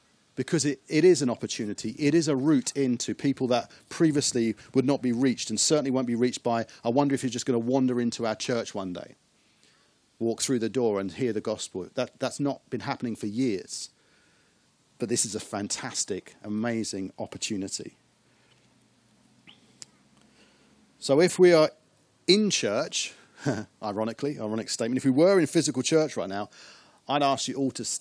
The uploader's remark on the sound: As we meet again in the car park of Westfield church.